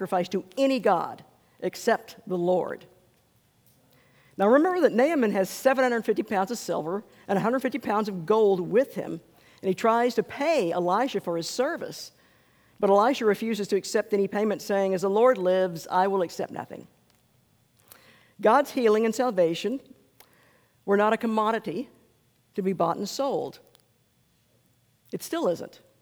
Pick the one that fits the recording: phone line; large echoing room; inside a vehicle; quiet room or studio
large echoing room